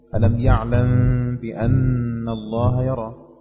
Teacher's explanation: ميم ساكنة وقع بعدها حرف الباء فيسمى إخفاء شفوي